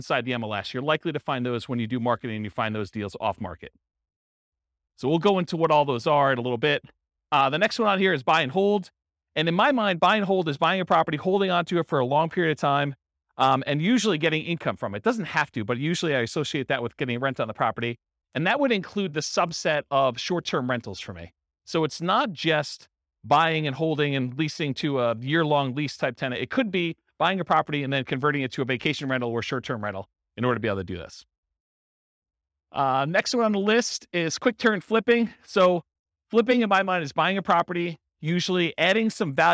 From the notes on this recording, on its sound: Real estate entrepreneurs in Sacramento, California. This was a live class recorded.